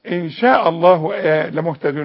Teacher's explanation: اللامات بتاعت اسم الجلال تخينه، انما الهمزه مرققه